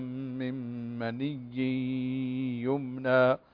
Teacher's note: فنأتي بالغنة، غنة الإدغام وكذلك غنة النون المشددة